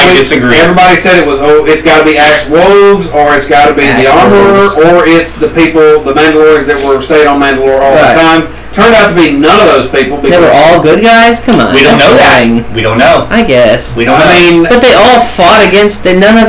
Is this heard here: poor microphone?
yes